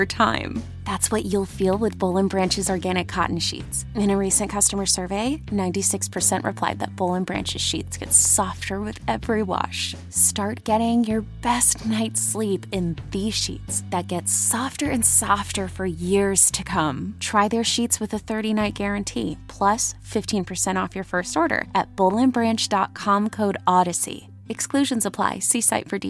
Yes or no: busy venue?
no